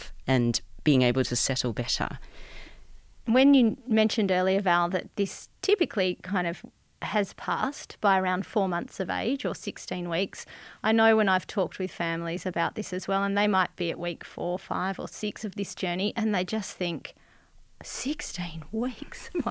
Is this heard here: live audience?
no